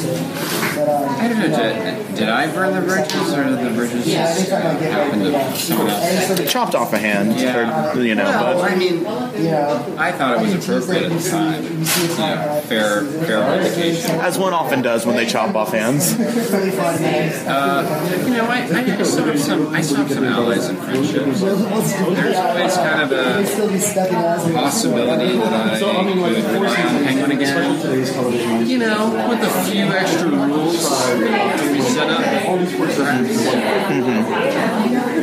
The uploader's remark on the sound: Tumblr HQ Gotham Fan Event. The Gotham Fan Event held at Tumblr Headquarters in New York City. With the audio from the audience question/answer sessions also included.